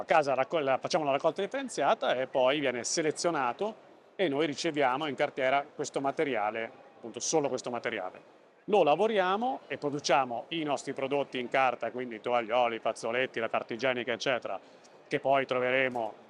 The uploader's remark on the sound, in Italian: registrato durante la 25° edizione di Ecomondo, alla fiera di Rimini